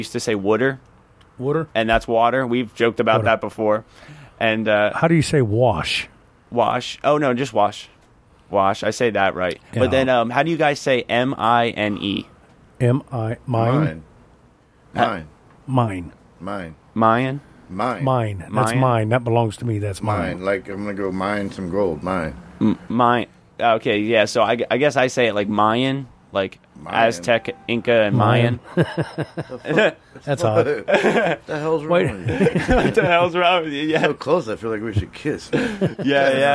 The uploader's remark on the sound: whilst being AT Tha Trailer Park outside in the yard!